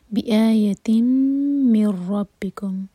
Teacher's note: میم کو ہولڈ کیا جائے گا بِآیَتٍ مِن رَبِّكُم یہ ہے ادغام بغیر غنہ کے نون نہیں پڑھیں گے میم کو سیدھا را سے چھوڑیں گے